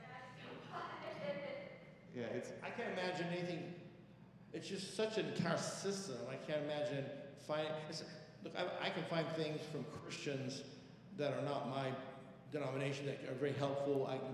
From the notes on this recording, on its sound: Sunday Worship Service - Live stream.